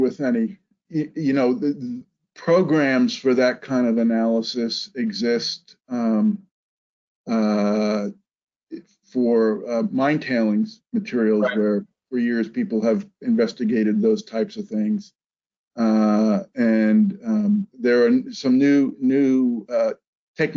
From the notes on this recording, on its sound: This is an audio version of the FGI webinar.